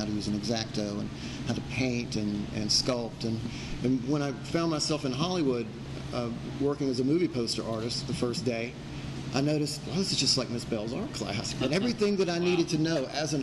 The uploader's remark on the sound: The Starlight Room recorded from inside Gibb's Hundred Brewing on State Street.